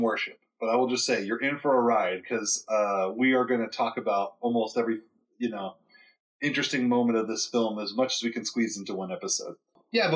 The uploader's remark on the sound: (Also once again we apologize for some audio issues).